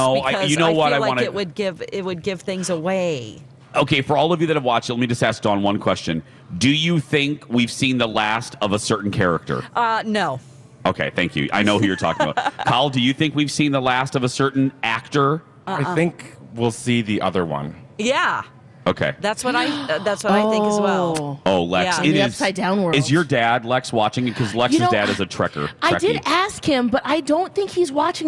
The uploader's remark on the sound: broadcast live from the AC Hotel for the Superbowl